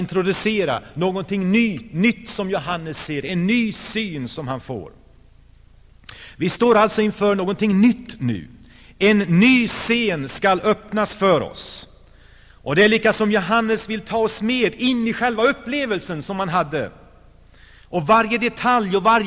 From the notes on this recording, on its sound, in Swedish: Inspelad i Saronkyrkan, G&#246;teborg 1985-01-27.